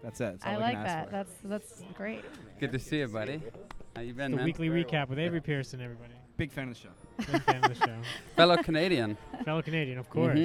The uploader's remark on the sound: A fun episode recorded at The Comedy Store